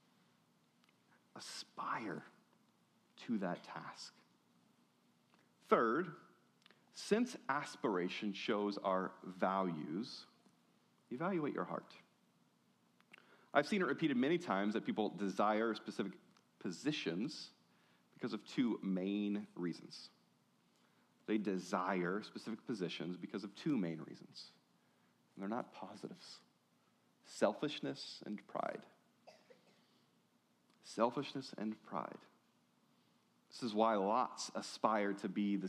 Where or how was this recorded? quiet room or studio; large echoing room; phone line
large echoing room